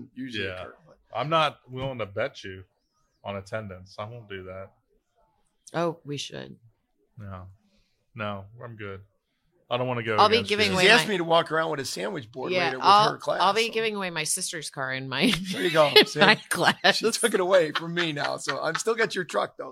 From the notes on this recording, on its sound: Live at FDIC. APS Radio livestream from FDIC International 2023.